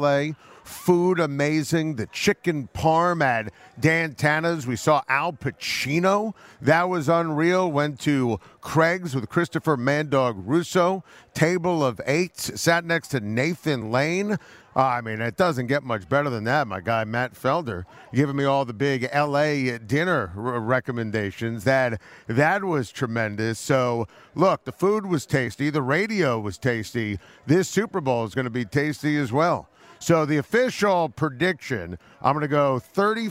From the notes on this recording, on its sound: live on Radio Row from Los Angeles